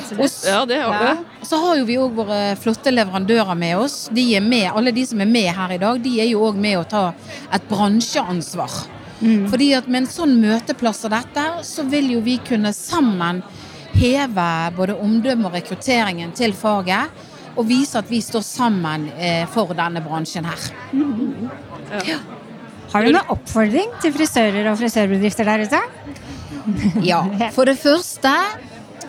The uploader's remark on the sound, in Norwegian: Live fra årets frisørhelg på The Hub. I denne episoden er vi Live med mange spektakulære gjester på selveste NFVB sin stand på The Hub.